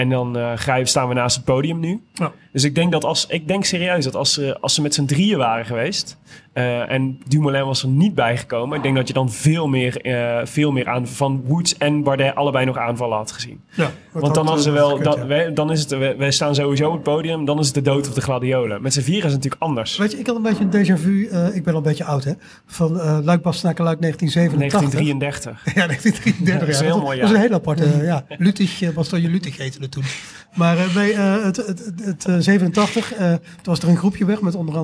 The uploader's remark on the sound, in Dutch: live vanuit Brewpub de Kromme Haring in Utrecht